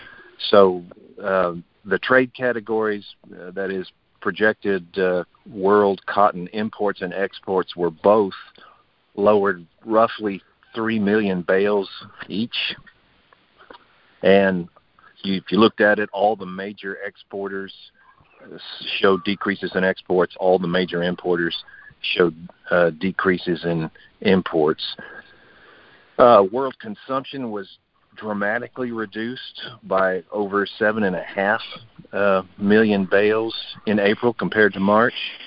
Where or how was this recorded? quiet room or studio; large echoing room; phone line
phone line